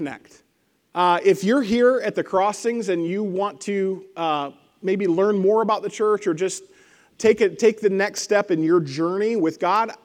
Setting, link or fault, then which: setting, large echoing room